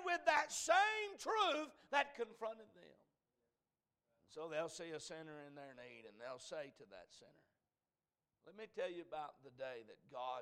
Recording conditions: large echoing room